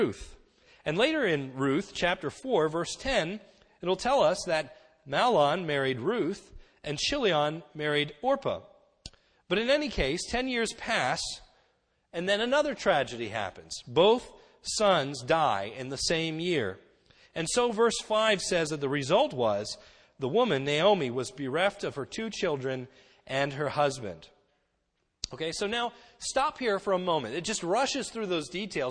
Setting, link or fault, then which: setting, large echoing room